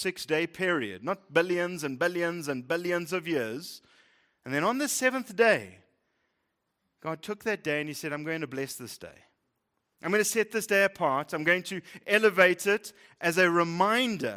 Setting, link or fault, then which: setting, large echoing room